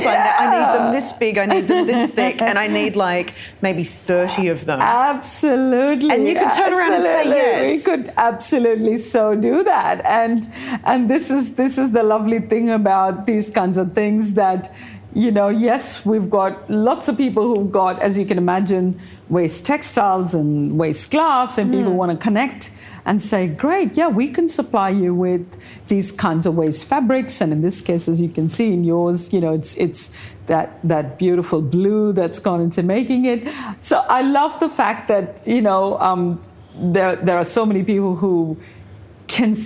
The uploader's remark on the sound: Recorded live in conversation. At Powerhouse Ultimo.